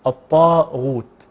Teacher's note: الطاء مطبقة والغين غير مطبقة. الغين منفتحة أو مفتاح حالك أو مفتاح جزئي.